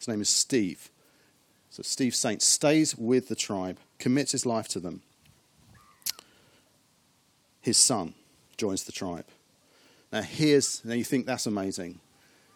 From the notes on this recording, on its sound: As we meet again in the car park of Westfield church.